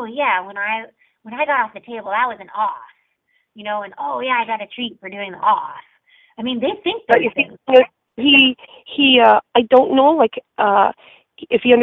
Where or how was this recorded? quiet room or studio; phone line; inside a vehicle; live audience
phone line